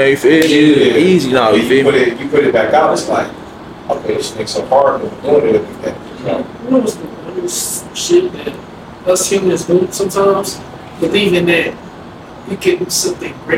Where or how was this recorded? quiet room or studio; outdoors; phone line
outdoors